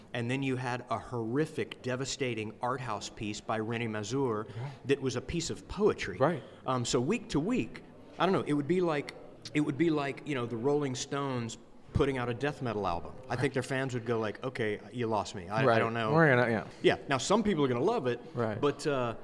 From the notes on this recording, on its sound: This quick conversation was recorded live at maybe my favorite convention in the world, the great Dallas Comic Show. There’s some background noise, etc.